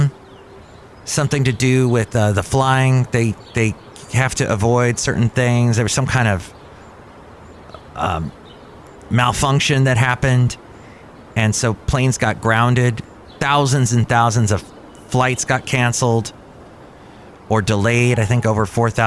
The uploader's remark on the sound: live from Cafe Anyway